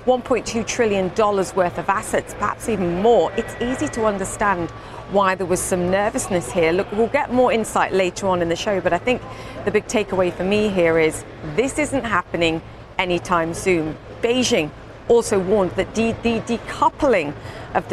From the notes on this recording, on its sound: live from the New York Stock Exchange